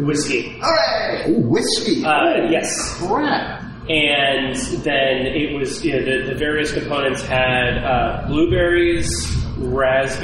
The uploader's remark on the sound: Please note: the taproom was very echoey, so our recording reflects that somewhat.